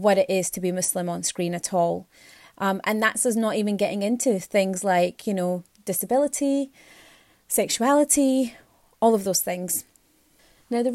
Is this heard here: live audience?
no